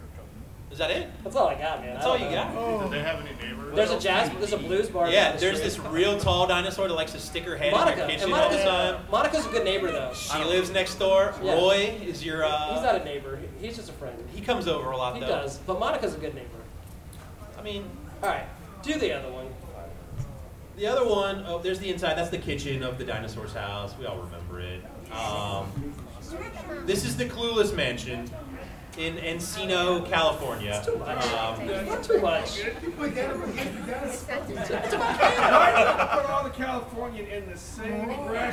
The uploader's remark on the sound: Galaxy Con 2023 LIVE. LIVE from Galaxy Con Richmond.